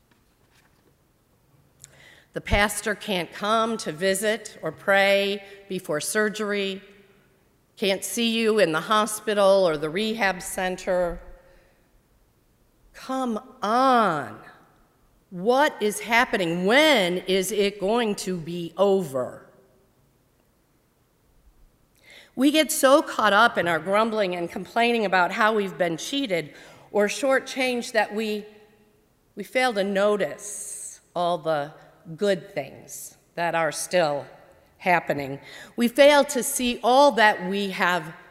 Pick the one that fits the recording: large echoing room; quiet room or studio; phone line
large echoing room